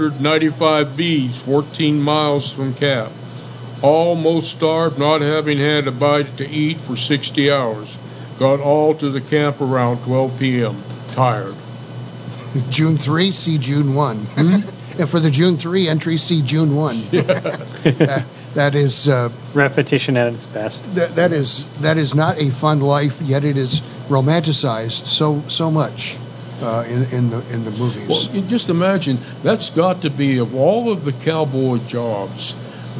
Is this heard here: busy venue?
yes